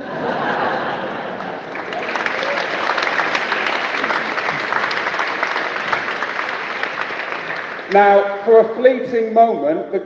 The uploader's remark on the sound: Edinburgh Comedy Awards Speech